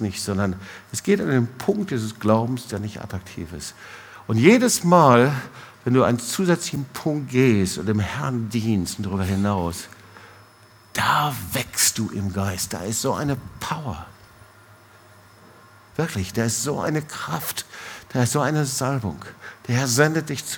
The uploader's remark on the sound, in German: Predigt im Awakening Fire Gottesdienst